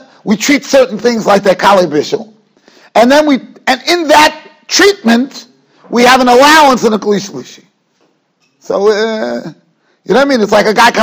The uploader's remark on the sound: Shiur recorded in Yeshivas Ohr Reuven, Monsey, NY.